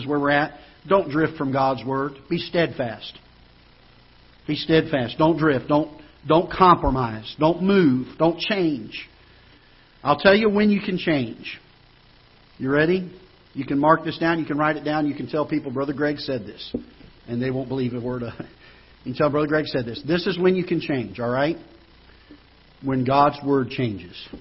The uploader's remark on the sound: Ketha Heights Baptist Church ~ Live Broadcast